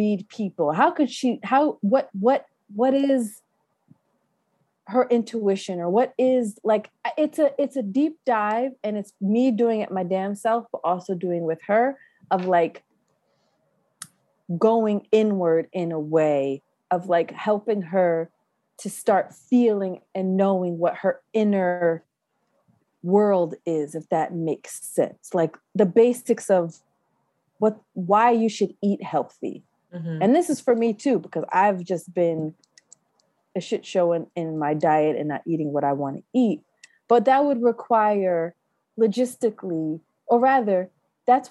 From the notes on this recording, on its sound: Unfortunately we had issue and had to use our zoom audio